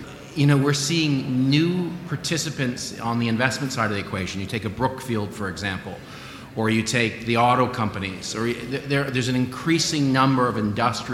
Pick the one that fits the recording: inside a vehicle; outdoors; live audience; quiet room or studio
live audience